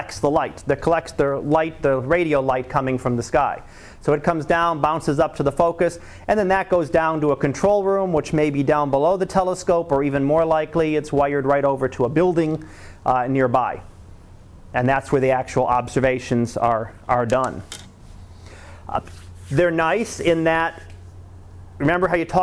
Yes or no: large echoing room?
yes